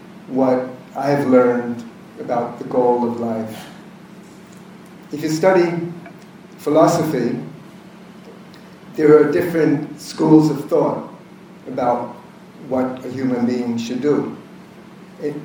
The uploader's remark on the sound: This is a recording of a lecture. At the Renaissance Universal Club in Bhubaneshvar, India.